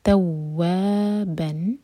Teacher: توا واو پر شدہ اور ساتھ میں الف تو دو حرکہ لمبا اور تا لائٹ، توابن. یہاں رکیں گے تو تنوین چینج ہو جائے گی دو حرکہ میں، یہ مد عوض عن التنوین ہے تو پڑھا جائے گا تواب.